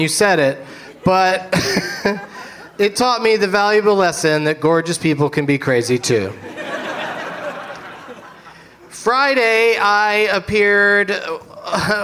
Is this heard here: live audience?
yes